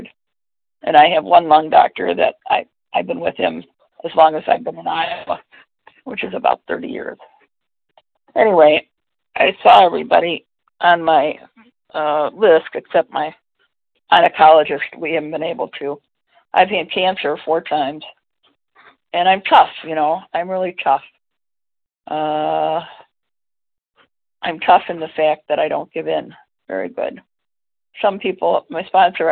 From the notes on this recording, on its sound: from the 100 Pounders Phone Meeting